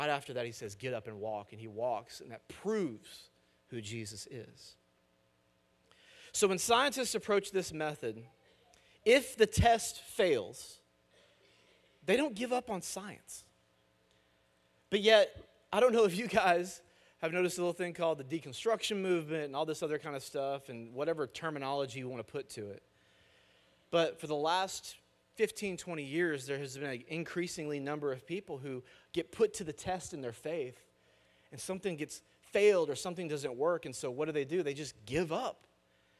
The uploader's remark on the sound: Message audio from our weekend services.